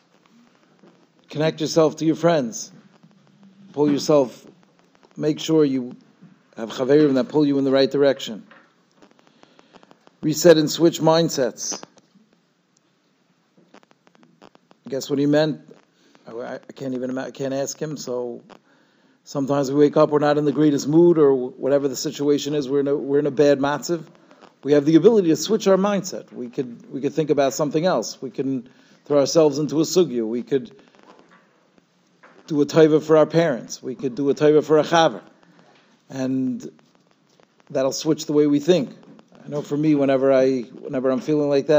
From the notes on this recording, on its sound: Shiur recorded in Yeshivas Ohr Reuven, Monsey, NY.